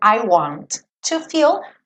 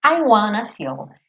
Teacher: esse wanna é uma maneira informal de você juntar want e to · Shown in: second take